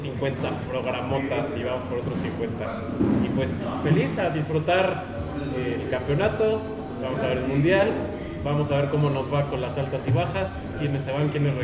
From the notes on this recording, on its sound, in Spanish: En vivo desde el club de Tobi en la ciudad de Pachuca.